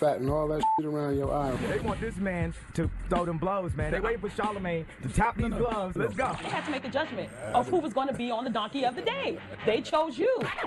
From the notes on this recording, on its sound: Today on the show we opened up the phone lines.